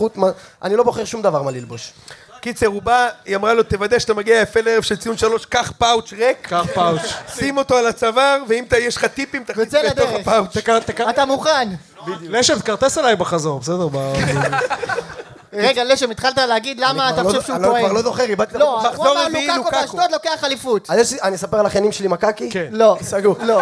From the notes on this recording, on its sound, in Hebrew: ערב הציון3 החי השני במונדיאל הישר מהבר גיורא בתל-אביב. הוקלט מול קהל חי בארבעה בדצמבר.